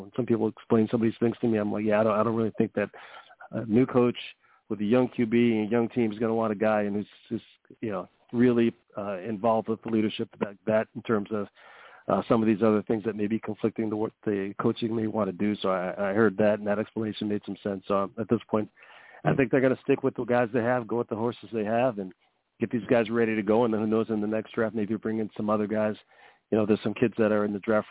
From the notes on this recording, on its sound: I take live callers as well!